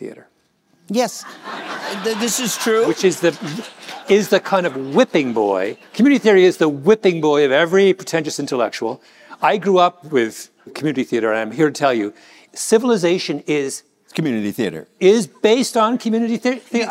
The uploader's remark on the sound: In a live conversation taped at the 92nd Street Y in New York City